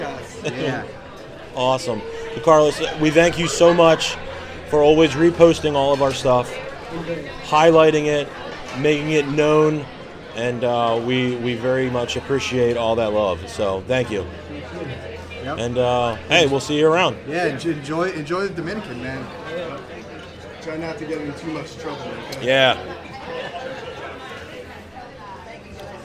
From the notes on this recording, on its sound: Live from TRB XXII